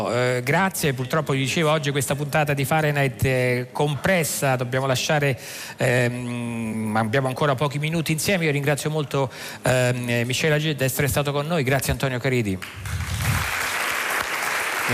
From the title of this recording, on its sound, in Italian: In diretta dal Festivalfilosofia di Modena, Carpi e Sassuolo